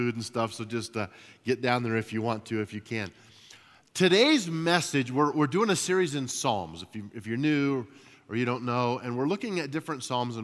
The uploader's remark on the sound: At Timberline Church - Audio. Live.